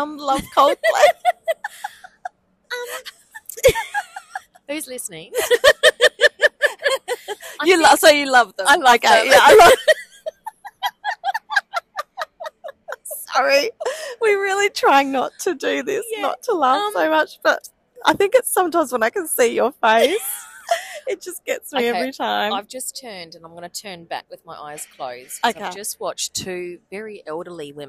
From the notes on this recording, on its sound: Today we are coming live from the beautiful foyer at Crown Perth! We have met up for lunch and decided we would sit down and have a chat.